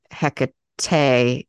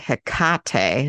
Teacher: So like the emphasis is on the second syllable. · Shown in: second take